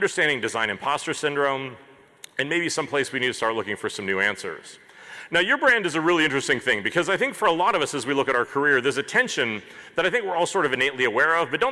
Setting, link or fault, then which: setting, live audience